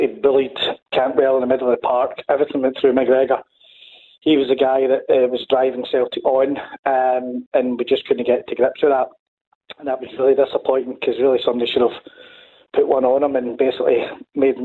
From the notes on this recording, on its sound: Clyde 1 Superscoreboard. We open the phone lines to get all your reaction.